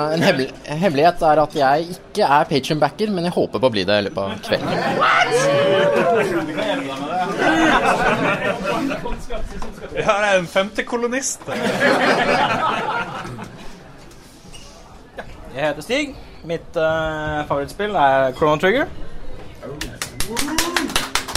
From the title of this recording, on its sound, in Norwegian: Live jubileumsepisode med 20 gjester